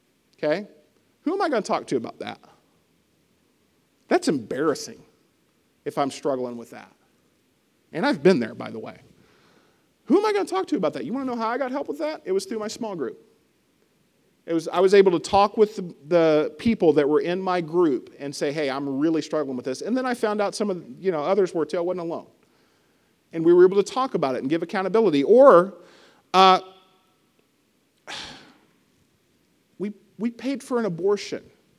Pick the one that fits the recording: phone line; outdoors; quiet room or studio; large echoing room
large echoing room